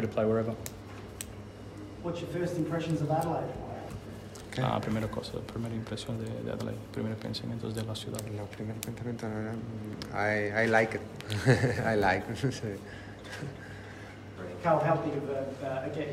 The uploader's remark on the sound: Press Conference. Is introduced to media at Coopers Stadium for the first time since arriving in Adelaide.